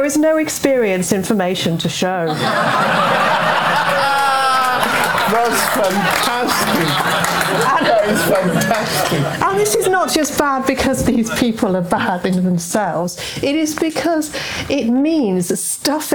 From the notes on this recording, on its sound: Live at London’s Comedy Store. Gathering before a well-refreshed audience at London’s world-famous Comedy Store.